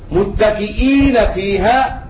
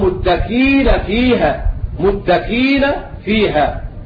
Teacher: حذف الهمزة المكسورة التي بعدها ياء والواقع بعد كسر أيضا حذفها